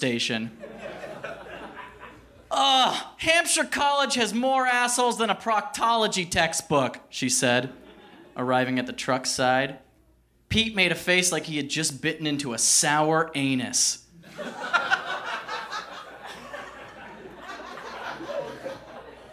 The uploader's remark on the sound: Recorded at the Davis Square Theater in Somerville, MA, on December 28, 2013.